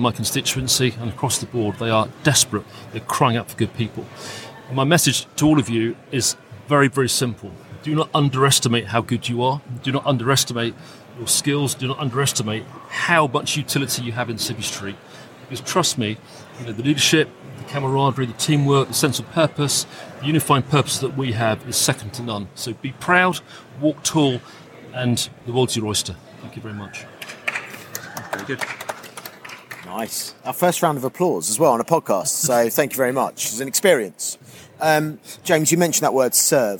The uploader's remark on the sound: We return back to Conservative Party Conference where we record a special episode of Veterans In Politics with a panel of veterans in front of a live audience. It's always fun to hold podcast recordings in public.